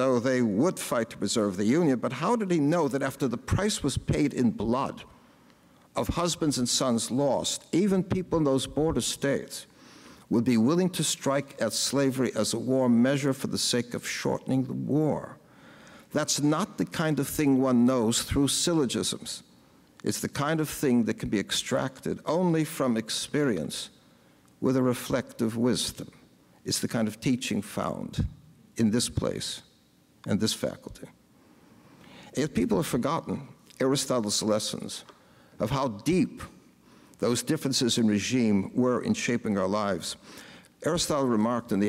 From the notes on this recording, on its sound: gave the keynote address at The Institute of World Politics Commencement on May 20, 2017.